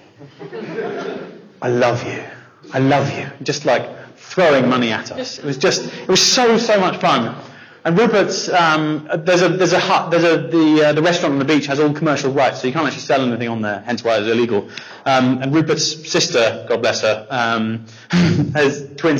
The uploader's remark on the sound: Bonus 'live' Episode. Our sold-out 'live' audience in Bournemouth. To speak to our audience of entrepreneurs and start-ups.